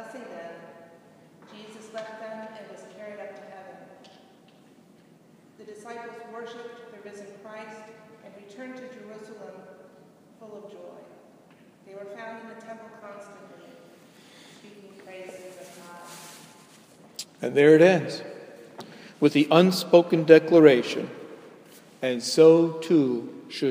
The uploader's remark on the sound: delivered at Jan Hus Presbyterian Church, NYC